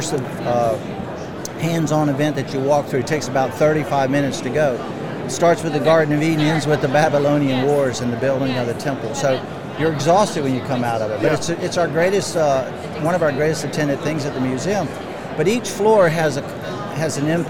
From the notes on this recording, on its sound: LIVE from NRB 2022!